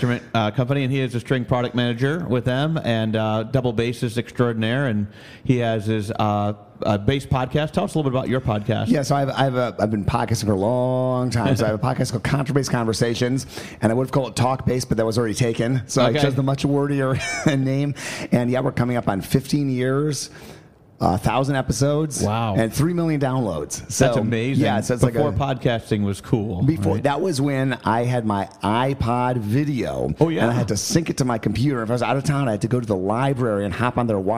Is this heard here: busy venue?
yes